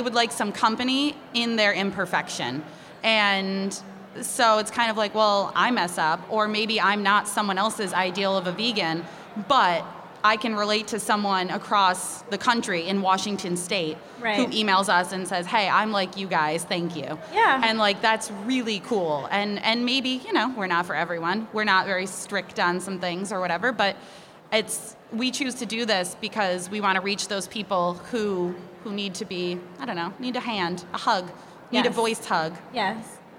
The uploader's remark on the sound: Live at Hudson Valley Vegfest! We're going live with our very first in front of an audience of humans recorded episode.